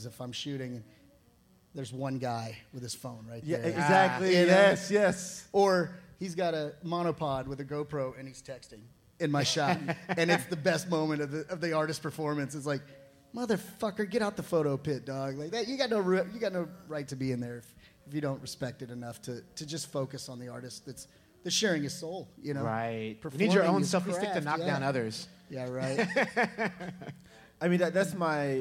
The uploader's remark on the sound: Live from Antone’s